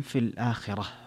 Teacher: في الآخرة فيها مد البدل لورش وفيها ترقيق الراء